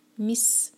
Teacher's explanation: سین پر whistling sound آئے